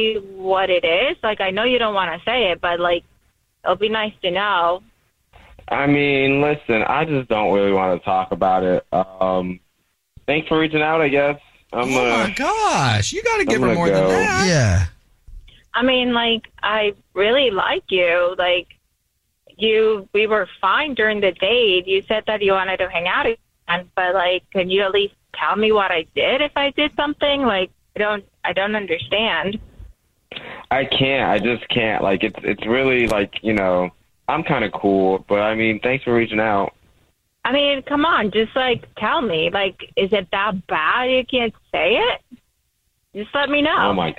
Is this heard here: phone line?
yes